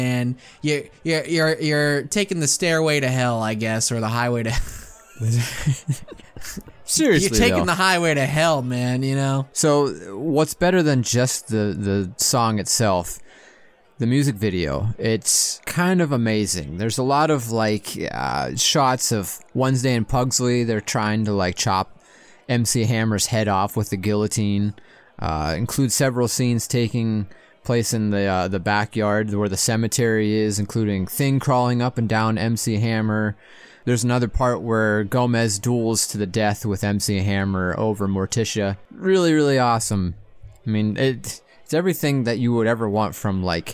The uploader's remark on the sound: 2022 Monster Bash! LIVE from Castle Dracula